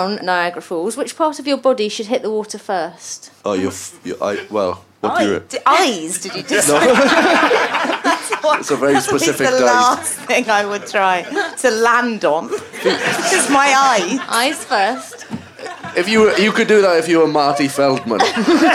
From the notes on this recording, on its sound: Recorded at the Pleasance in Edinburgh